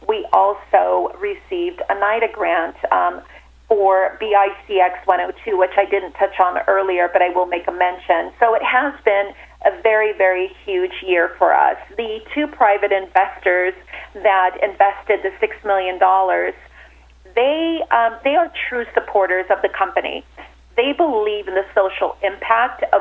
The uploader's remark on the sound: called in to SmallCapVoice